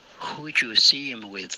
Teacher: Who 这个没有滑动，要开头嘴唇放松，呵再撅嘴。